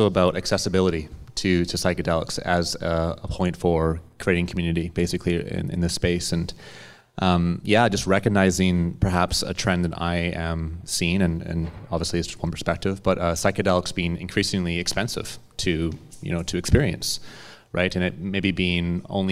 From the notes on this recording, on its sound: This episode features audio from a live panel conversation that took place at a Flying Sage Expansion Seminar event on November 21st in Vancouver, BC.